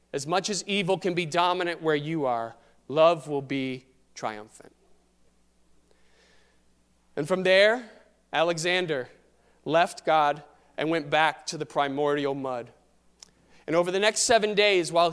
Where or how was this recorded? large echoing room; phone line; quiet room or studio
large echoing room